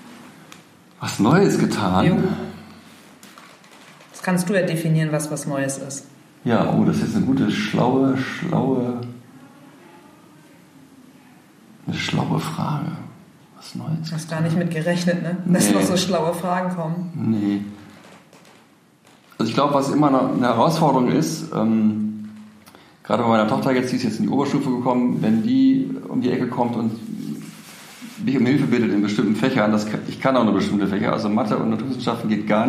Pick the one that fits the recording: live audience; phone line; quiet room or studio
live audience